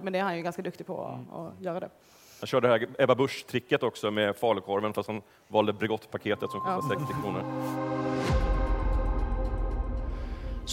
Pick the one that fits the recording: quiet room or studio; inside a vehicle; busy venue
busy venue